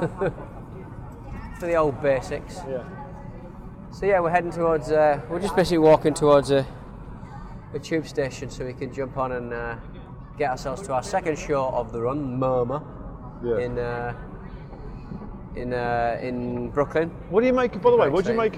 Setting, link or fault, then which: setting, outdoors